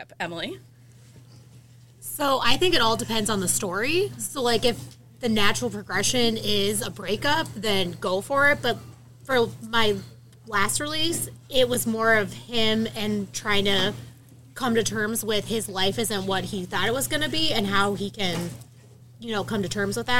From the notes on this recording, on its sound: live from the Barnes and Noble in Maumee, Ohio for Heating Up the Holidays Event.